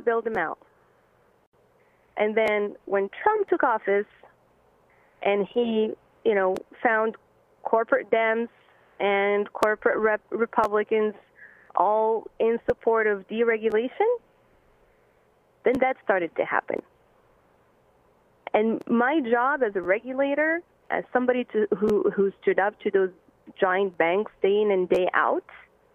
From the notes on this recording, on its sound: Guest call. Take calls.